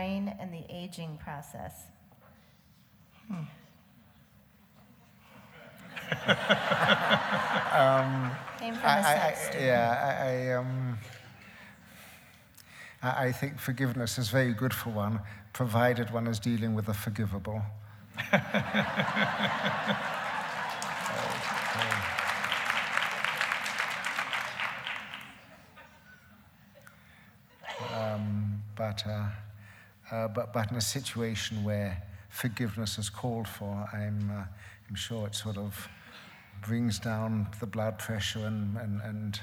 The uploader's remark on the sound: It was recorded on February 10, 2011 in front of a live audience at New York's 92nd Street Y.